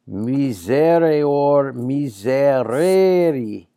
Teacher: Notice the long E, the sign of the second conjugation.